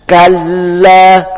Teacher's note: Di sini ada huruf lam bertasdid, maka ditekan.